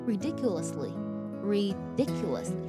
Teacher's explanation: 这里呢不能加儿化音，它读作 ridiculously，ridiculously，这么读就好了